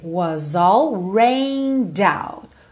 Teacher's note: juntei was no all, o S ganhou som de Z.